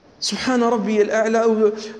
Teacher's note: بالقلقلة في الباء والهمس في السين